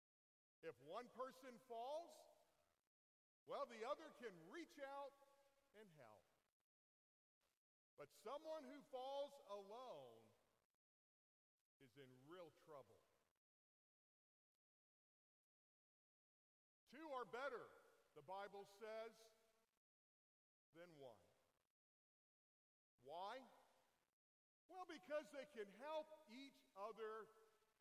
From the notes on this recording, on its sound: Sound starts out low, but gets very loud at 3-4 minutes in.